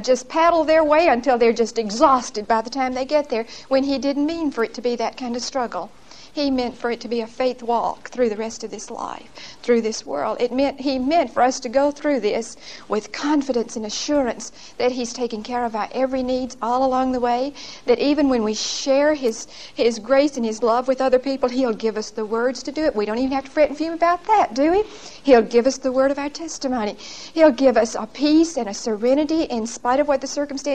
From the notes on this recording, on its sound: Recorded 10/28/1975 at Whitesburg Baptist Church.